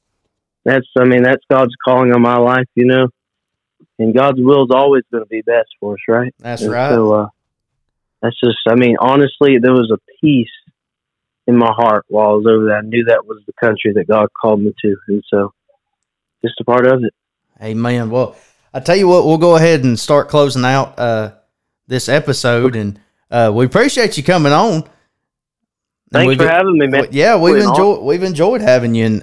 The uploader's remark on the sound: This week, we put together a phone interview.